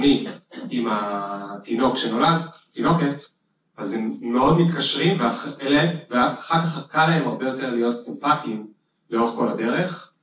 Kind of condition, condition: setting, live audience